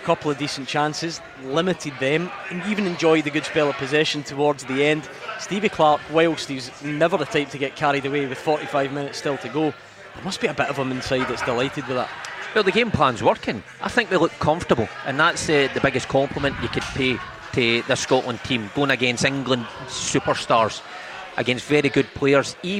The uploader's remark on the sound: Live from Scotland HQ at Drygate Brewery.